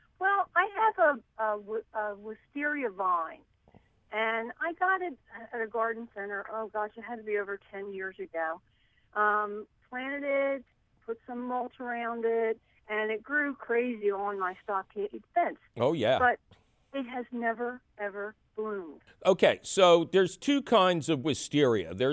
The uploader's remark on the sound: a heaping helping of your phone calls